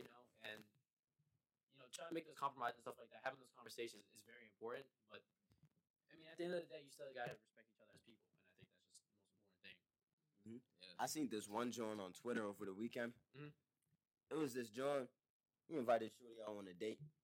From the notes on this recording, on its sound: Apologies in advance for the poor mic quality as we had some technical difficulties.